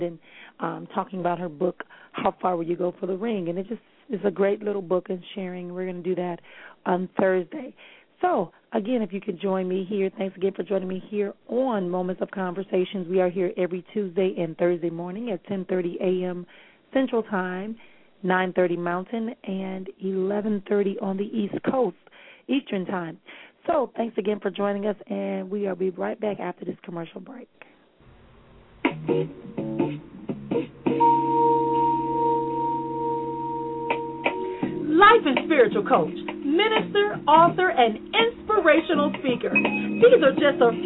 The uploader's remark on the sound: Callers may call in with questions.